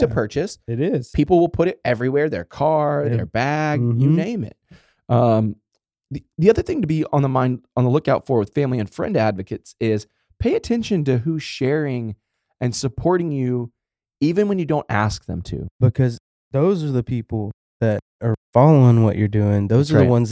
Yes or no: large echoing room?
no